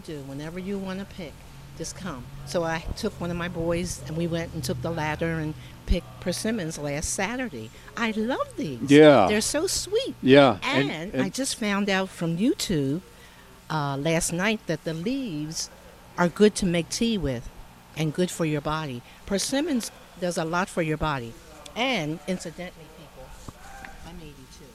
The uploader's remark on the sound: broadcasting live from Hand Picked Nursery